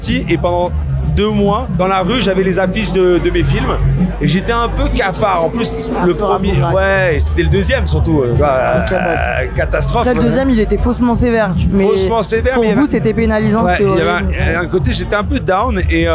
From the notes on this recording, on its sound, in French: En pleine contre-soirée au festival de l'Alpe d'Huez. Il était 2h du matin.